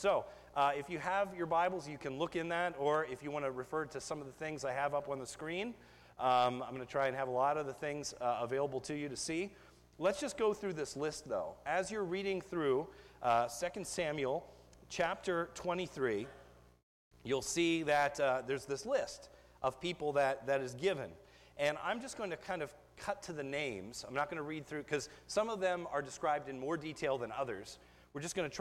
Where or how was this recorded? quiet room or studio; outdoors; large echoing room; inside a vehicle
large echoing room